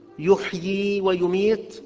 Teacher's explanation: يحيي ويميت الياء الأخيرة ثابتة في الوصل ساكنة